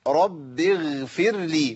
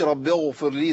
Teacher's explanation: الغين إذا سكنت وكسر ما قبلها كانت في أدنى المراتب · Shown in: first take